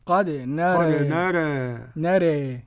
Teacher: أن تنحو بالألف نحو الياء قليلا، أو بالفتحة نحو الكسرة قليلا · Term: تقليل بين بين